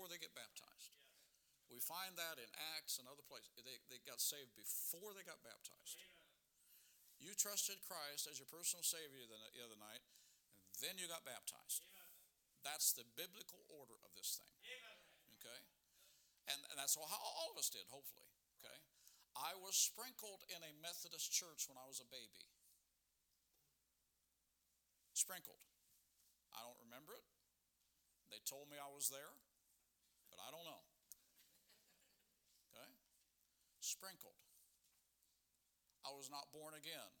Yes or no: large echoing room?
yes